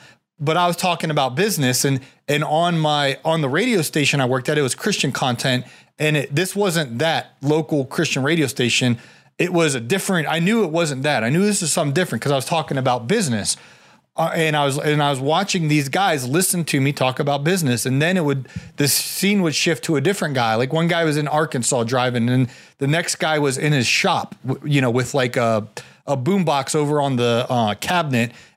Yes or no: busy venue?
no